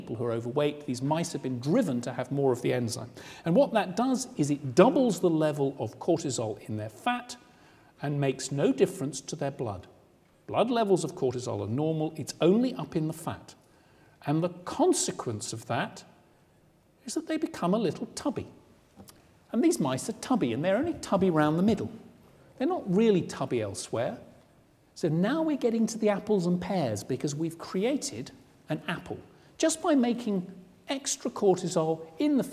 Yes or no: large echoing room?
yes